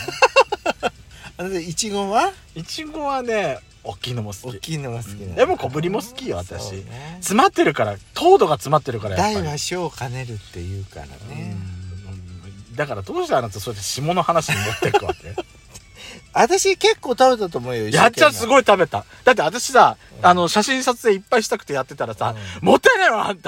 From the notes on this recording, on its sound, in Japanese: パーキング収録